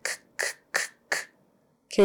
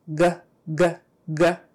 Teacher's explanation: It's a little trickier when the sound is short, like K or G, but if you try it, K, K, K, K, K by itself does not vibrate. G by itself, g, g, g. You'll feel a little vibration there, even though it's very short.